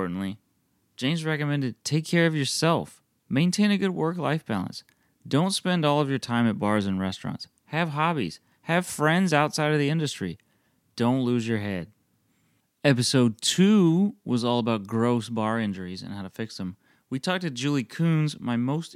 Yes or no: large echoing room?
no